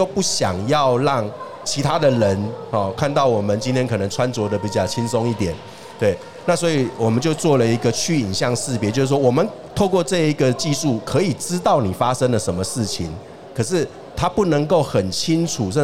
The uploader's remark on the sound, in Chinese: 2022 Medical Taiwan台灣國際醫療暨健康照護展 -Live Podcast